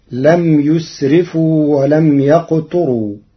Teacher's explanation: قرأ ورش كلمة ولم يقتروا بضم الياء وكسر التاء وترقيق الراء فتصير ولم يقتروا، وكان بين ذلك قواما على أنه من أقتر بمعنى ضيق على نفسه.